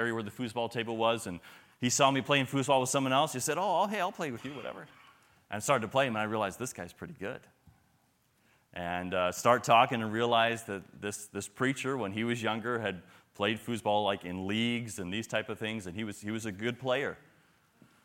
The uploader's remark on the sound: sermons and workshops delivered at the 2023 Thee Generation Youth Summit at Falls Baptist Church in Menomonee Falls, WI